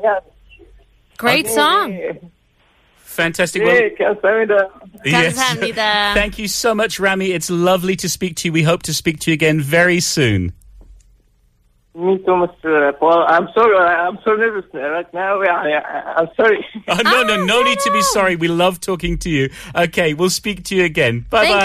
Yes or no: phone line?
yes